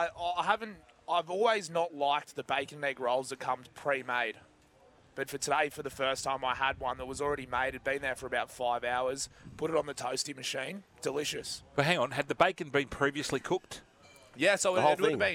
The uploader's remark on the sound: Back for the second day of four live from the Moore Park Golf Club.